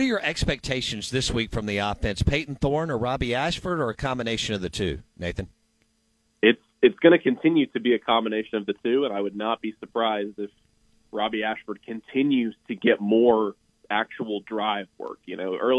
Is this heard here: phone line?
yes